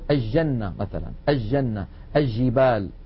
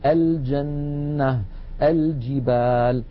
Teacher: في بعض مناطق بلاد الشام يعني يجعلون اللام عند الجيم شمسية · Shown in: first take